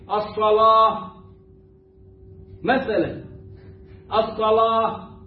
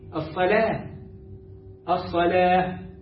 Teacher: ويبقى الصاد هي المفخمة وبقية الكلمة مرققة · Shown in: second take